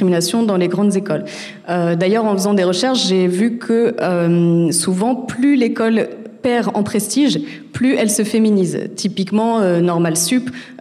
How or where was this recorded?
live audience